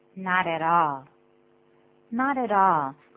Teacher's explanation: 请注意 t 会变成 d 的声音